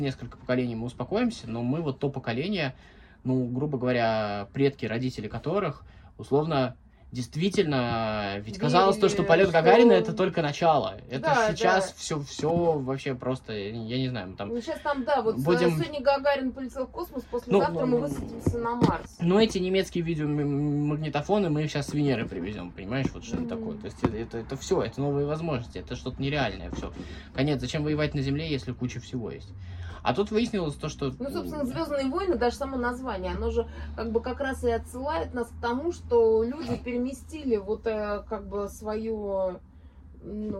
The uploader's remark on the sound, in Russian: Просим прощения за звуки улицы, которые врываются в наш подкаст.